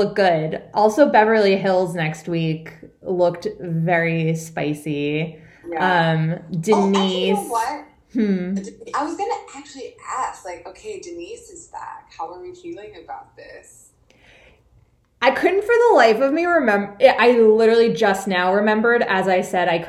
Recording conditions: poor sound quality